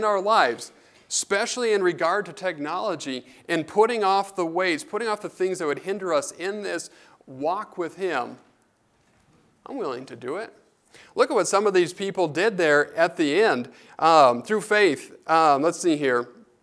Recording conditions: large echoing room